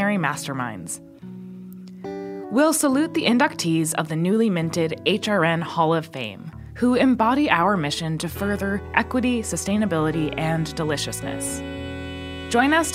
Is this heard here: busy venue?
no